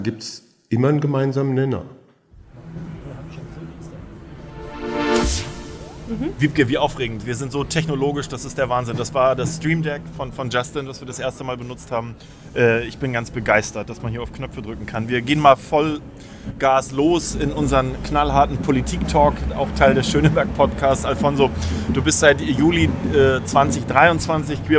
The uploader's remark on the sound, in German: LIVEFOLGE von der Christmasavenue. Der Schöneberg Podcast Live! Waren live auf der Christmas Avenue und haben dort eine spannende Podcastfolge.